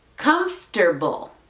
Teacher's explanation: Estamos eliminando esa O y casi casi que moviendo la R para la derecha.